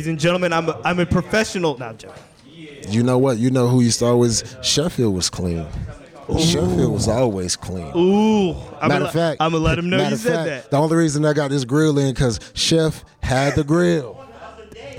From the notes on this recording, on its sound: This podcast was recorded live at the 2023 Game Changer Awards.